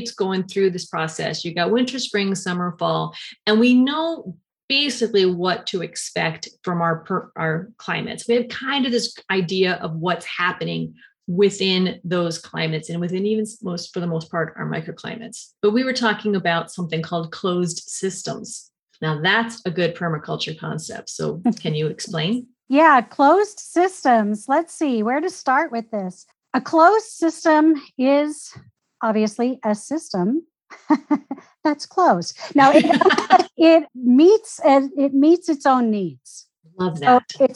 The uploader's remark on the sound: Has a relaxed conversation in a Zoom room with a special guest. They answer questions from the live listening audience.